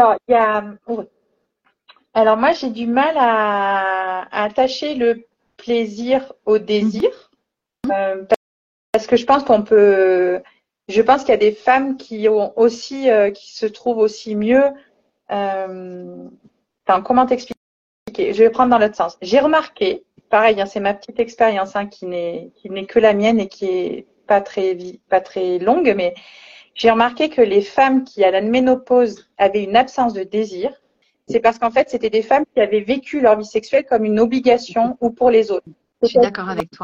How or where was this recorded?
video call